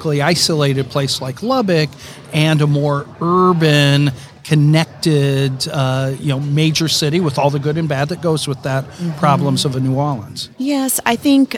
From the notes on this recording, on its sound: The interview was conducted during Day 2 of the Association of University Research Parks 2022 International Conference held in Toronto Sept 19 - 22.